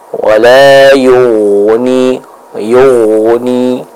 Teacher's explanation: huruf ghain yang sukun didahului oleh huruf yang berharokat dhammah, maka kesimpulannya huruf ghain di sana itu harus dibaca dengan tebal